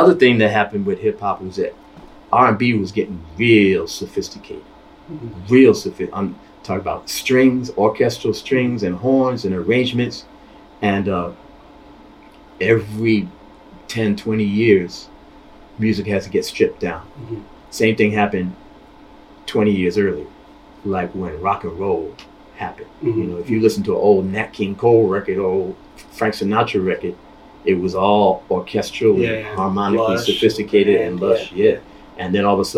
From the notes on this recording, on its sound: San Jose Jazz Summer Fest. Toward the end of the episode the recording stopped on the audio recorder so you are hearing the camera mic. These are the challenges when dealing with live on site interviews.